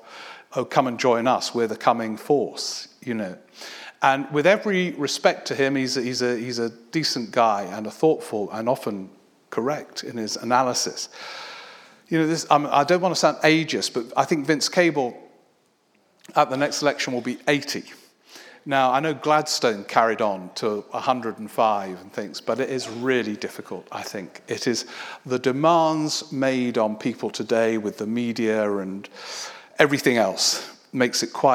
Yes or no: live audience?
yes